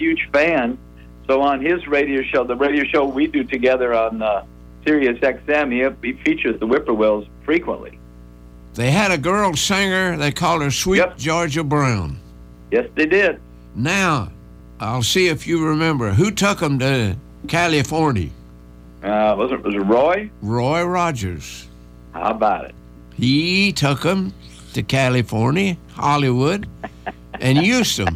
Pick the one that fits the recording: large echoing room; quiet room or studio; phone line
phone line